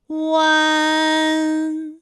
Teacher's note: 舌尖迅速移到上齿龈部，最后抵住上齿龈，发出鼻音呢的状态